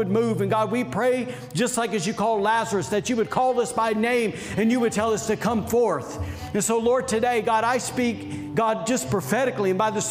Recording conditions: large echoing room